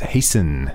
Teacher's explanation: It's spelled H-A-S-T-E-N. But we don't say the T